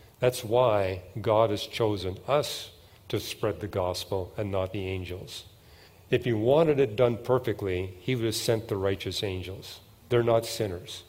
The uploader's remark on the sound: At the 2023 Evidence and Answers conference